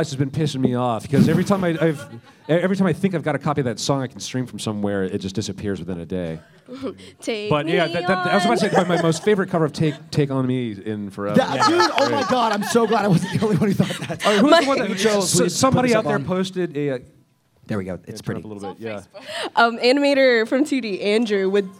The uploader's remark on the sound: RTX Austin 2016. Live Panel at RTX 2016.